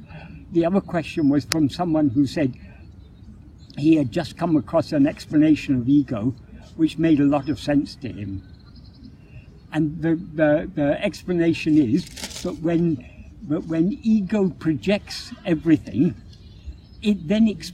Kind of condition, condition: fault, phone or laptop microphone